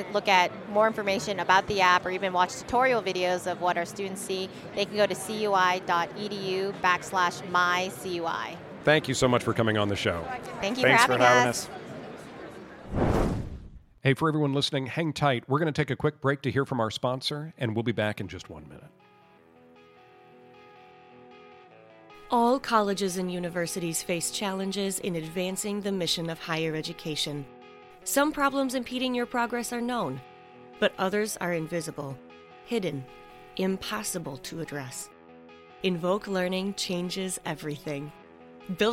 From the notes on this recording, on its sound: EDUCAUSE 2022. We saddled up our mobile podcast rig and took it to the floor of the show where we went in search of some of the greatest partnerships in higher education. Direct from the floor of the conference.